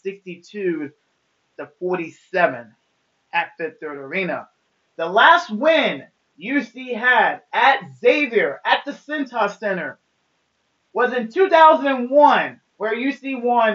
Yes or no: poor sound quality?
yes